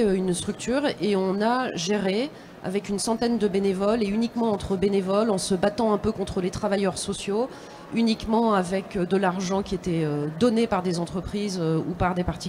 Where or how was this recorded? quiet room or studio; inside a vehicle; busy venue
busy venue